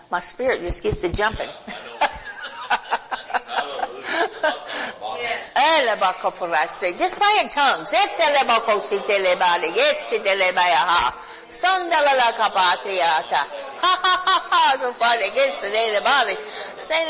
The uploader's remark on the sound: Recorded Live in Holiday, FL. HOLY SPIRIT CONFERENCE 2021.